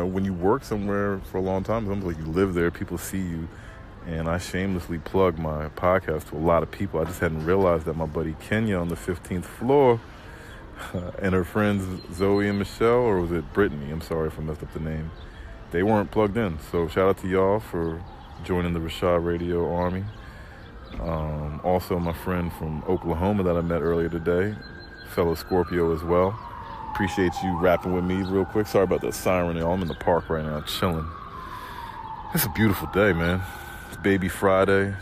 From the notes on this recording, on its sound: It's a beautiful sunny Thursday morning in the DMV area! Ride with me on this ride to work today.